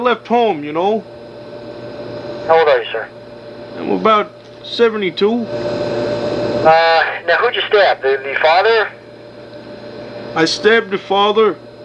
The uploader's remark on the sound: Prank Phone Calls